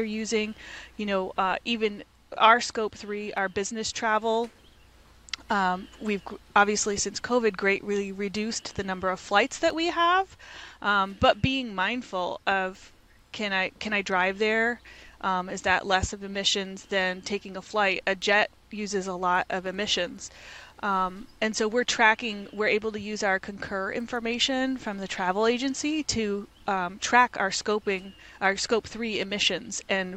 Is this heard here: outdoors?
yes